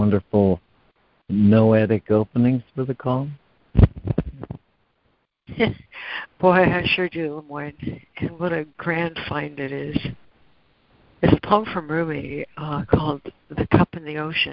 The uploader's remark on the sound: ACIM Daily Conference Call.